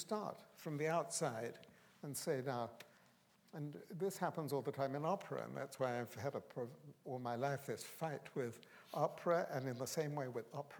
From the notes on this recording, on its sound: This is a recording of a live Platform event from April 2013.